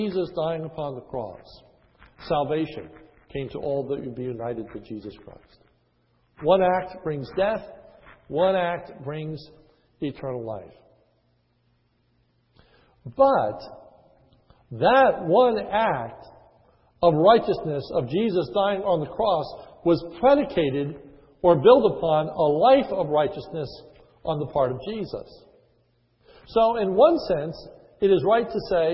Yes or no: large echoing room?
yes